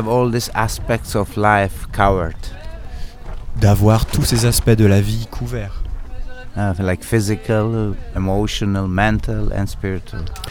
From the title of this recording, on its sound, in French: En Direct Du Bhakti Om Festival